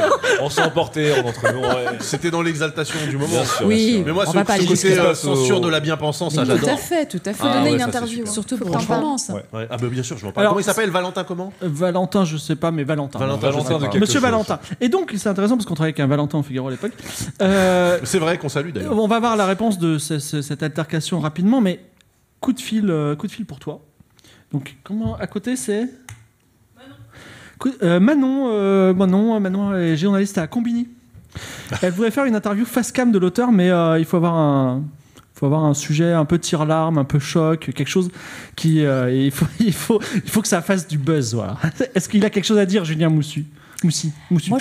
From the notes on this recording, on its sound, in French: Enregistré en public à la BPI à Paris. Diffusé en direct sur Twitch et retransmis ici en podcast.